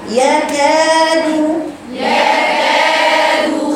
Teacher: خدوا الحرف الرقيق يا بناتي وسط، ما تبالغوش في الفتحة